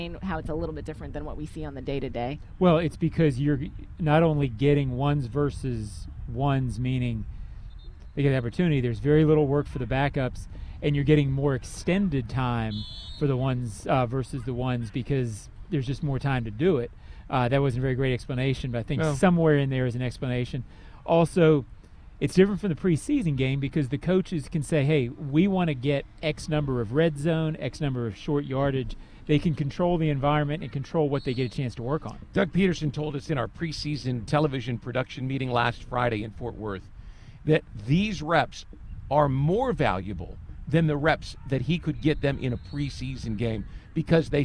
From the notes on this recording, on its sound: Live From Joint Practice With the Lions. Take a LIVE look at joint practice with the Detroit Lions.